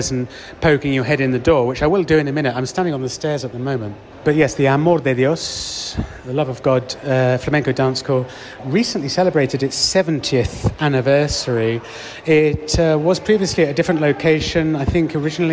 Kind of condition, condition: setting, outdoors